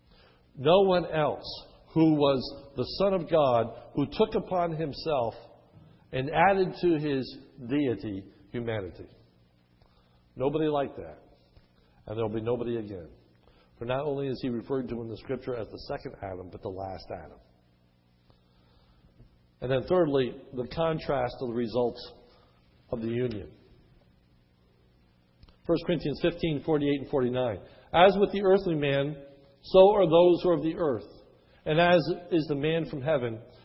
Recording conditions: large echoing room